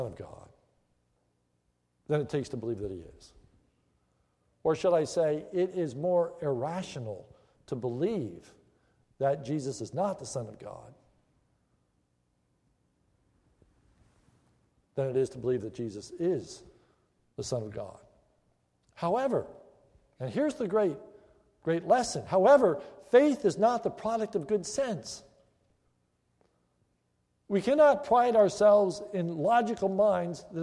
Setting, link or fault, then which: setting, large echoing room